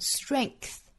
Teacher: 中间的这个字母 g 对应的是一个清辅音的 k 的发音